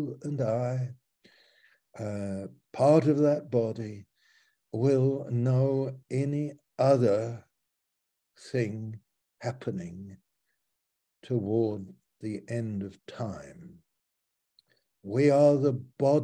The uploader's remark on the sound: Malaysia Meets (Zoom).